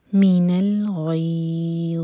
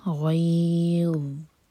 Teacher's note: ضا کے لیے ہماری زبان اوپر والے دانتوں کو ٹچ کرے گی، پیچھے سے زبان اٹھے گی اور منہ بھر کر پڑھیں گے. الضاء ساکن پر جھٹکا نہ ہو.